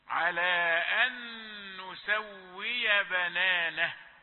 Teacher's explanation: ونقوي هواء الزفير قليلا عند الوقف على الهاء في بنانه